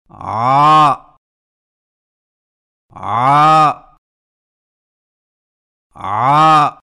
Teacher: आयन की आवाज हलक से रगड़ खाती निकलती है, जैसे आ आ आ।